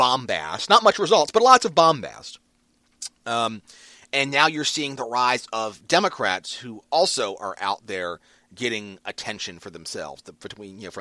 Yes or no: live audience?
no